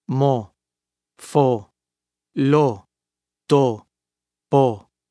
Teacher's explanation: O. Pronounced like the O in home, but without the U glide.